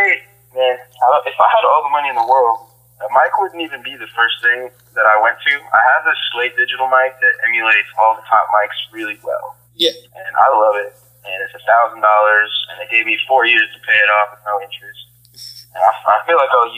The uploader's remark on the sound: Phone Interview